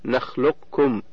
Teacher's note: ومعنى كمال الإدغام أي إدخال القاف في الكاف إدخالا كاملا، بحيث لا يظهر شيء من صفاتها كالاستعلاء أو القلقلة · Term: الإدغام الكامل